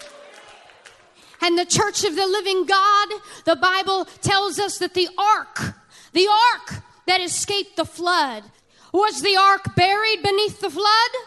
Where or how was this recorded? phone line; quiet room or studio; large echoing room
large echoing room